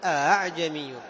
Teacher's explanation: أعجمي يقرؤونها أعجمي، مسهلة بين الهمزة وبين الألف · Term: التسهيل